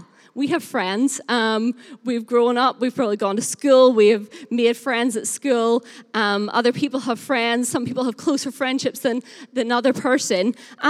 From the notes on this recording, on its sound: Recorded live at Life Church Lancashire 21st February 2021.